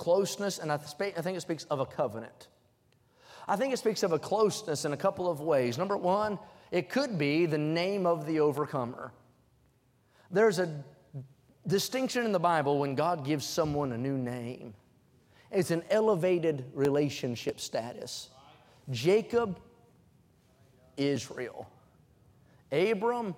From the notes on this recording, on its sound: during the Wednesday Evening service on March 22, 2023, at North Valley Baptist Church in Santa Clara, California